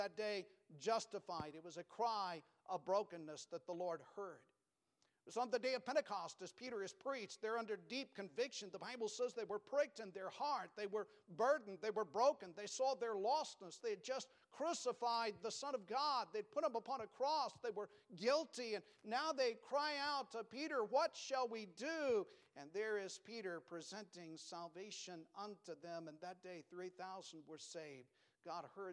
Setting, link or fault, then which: setting, large echoing room